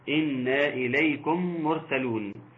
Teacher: الميم مع الميم بيكون حكمها الادغام · Term: ادغام متماثلين صغير